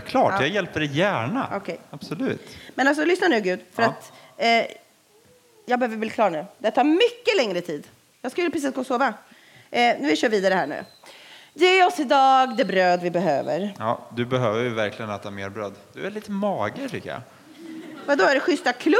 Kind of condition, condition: setting, large echoing room